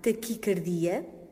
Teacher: a palavra é grave, taquicardia, com a tónica na sílaba di, e pronuncia-se assim, deste modo, devido à origem da palavra.